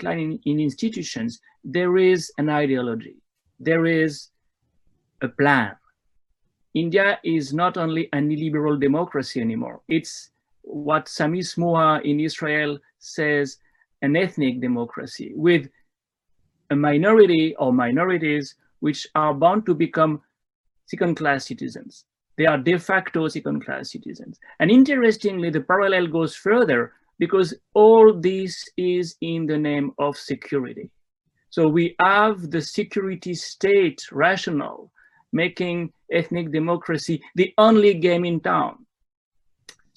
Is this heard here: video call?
yes